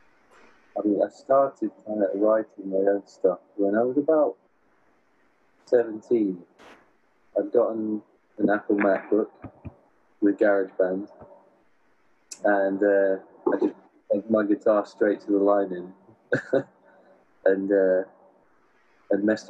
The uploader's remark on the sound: During this interview, we experienced a poor connection from California to the UK.